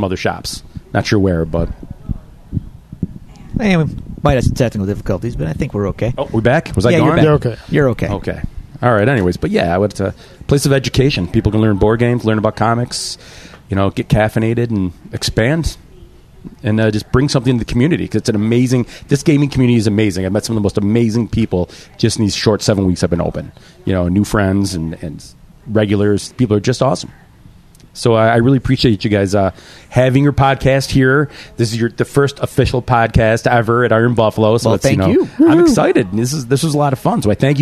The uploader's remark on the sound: live from Iron Buffalo Comics, Games, and Coffee